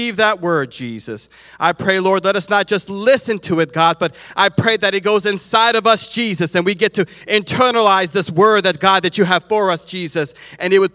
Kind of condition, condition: setting, large echoing room